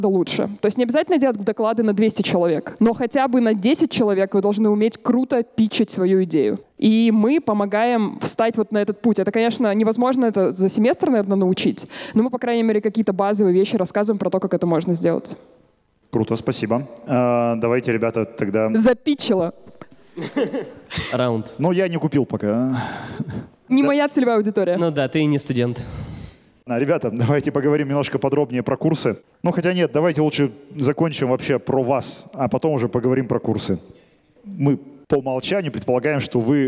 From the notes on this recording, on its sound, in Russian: Мы записали этот сезон в рамках встречи с абитуриентами 24 июля. Из-за пандемии всех-всех позвать мы не могли.